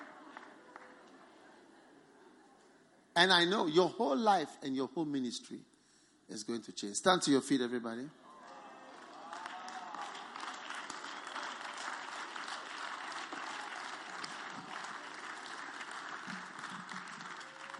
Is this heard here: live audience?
yes